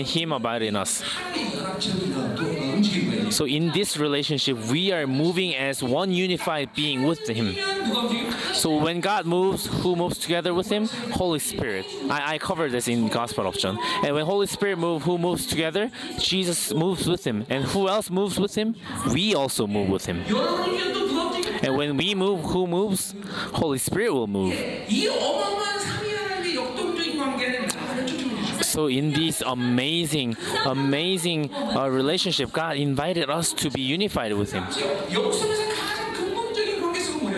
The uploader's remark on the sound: Chuseok Conference. Conference sermon.